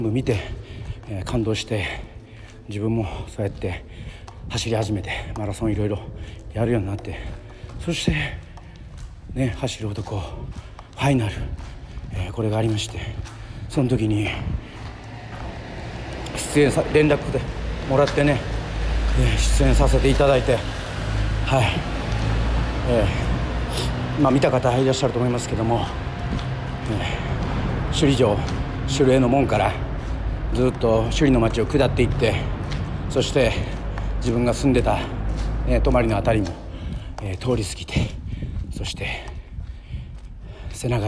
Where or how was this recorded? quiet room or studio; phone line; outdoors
outdoors